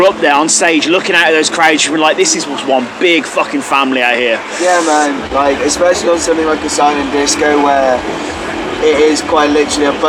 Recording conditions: background noise